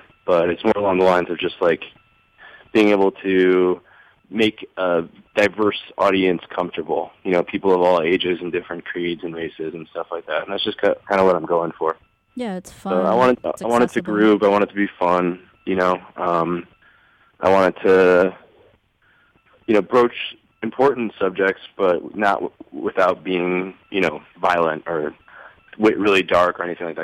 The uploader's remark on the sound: phoned in to Radio One Chicago